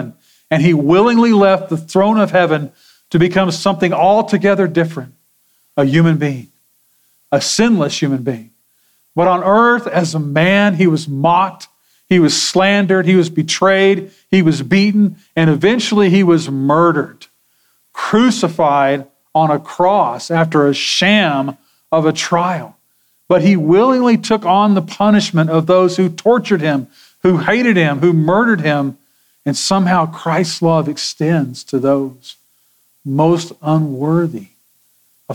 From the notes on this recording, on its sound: Sermon audio from Sunday, February 25, 2024.